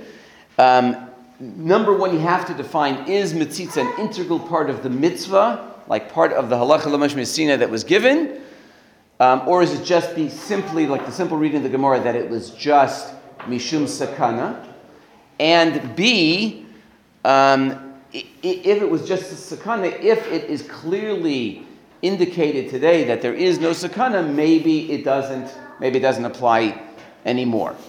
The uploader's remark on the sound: Recorded live at The Torah Center ATL on January 21, 2024.